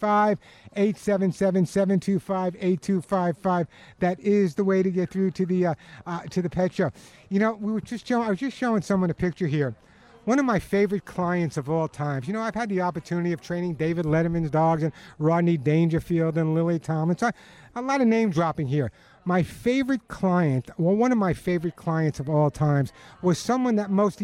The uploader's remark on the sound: This is a live broadcast at the grand opening of Teresa's Country Feed and Pet in Tarzana, where viewers are encouraged to join in person.